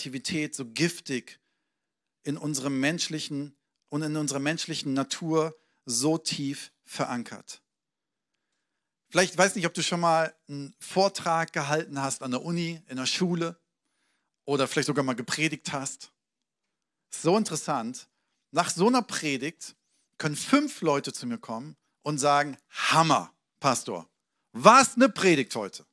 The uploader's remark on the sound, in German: Sonntagspredigt aus dem Standort Bochum.